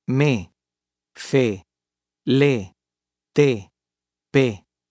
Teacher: Pronounced like the E in they, but without the I glide.